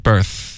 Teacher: 你的舌尖 birth,要贴上齿